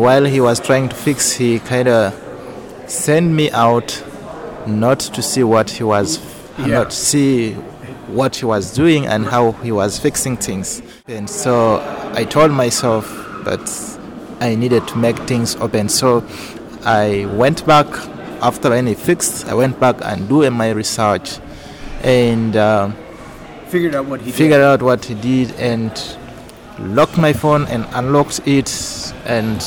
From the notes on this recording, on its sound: recorded at FixFest in Brussels